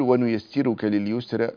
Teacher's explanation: الراء هنا مضمومة، قبلها مكسور، فإن ورش رحمه الله يرققها · Term: ترقق الراء